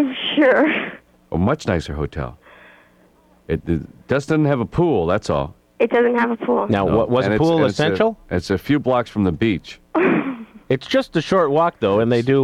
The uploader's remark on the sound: prank phone call